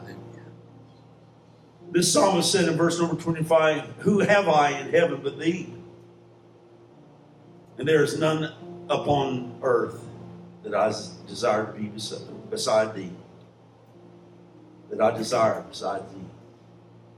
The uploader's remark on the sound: Live Church Service.